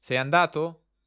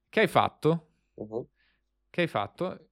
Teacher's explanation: se io dico sei andato? È diverso da che hai fatto, che invece scende e poi risale un po'. · Term: intonazione